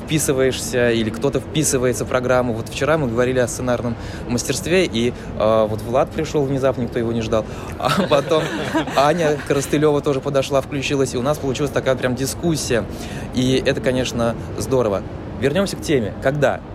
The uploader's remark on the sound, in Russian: Мы представляем вниманию слушателей очередной «полевой» подкаст. На сей раз он записан под гул книжной ярмарки non/fictio№24 в Гостином дворе.